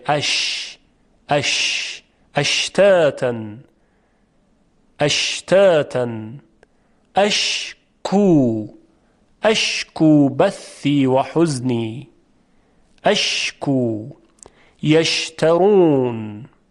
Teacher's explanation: در حرف شین تارهای صوتی به هیچ وجهی ارتعاش ندارند · در تلفظ شین وسط زبان به طرف بالا میره و نزدیک میشه به سقف دهان، اما مثل جیم برخورد نمیکنه به سقف. در جیم وسط زبان برخورد میکرد به سقف دهان، اما در شین برخورد نمیکنه، بلکه بسیار بسیار نزدیک میشه.